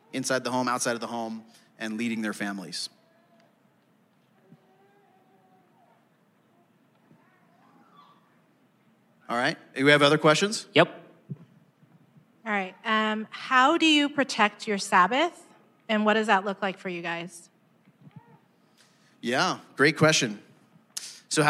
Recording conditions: live audience